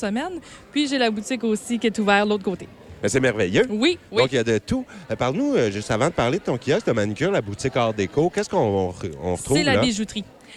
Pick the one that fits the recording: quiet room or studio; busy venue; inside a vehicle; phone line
busy venue